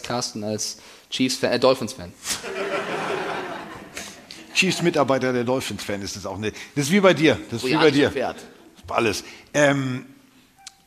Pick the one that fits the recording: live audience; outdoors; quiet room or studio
live audience